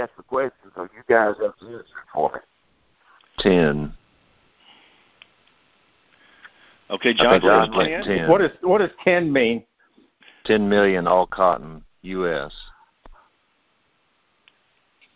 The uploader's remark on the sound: Monthly Conference Call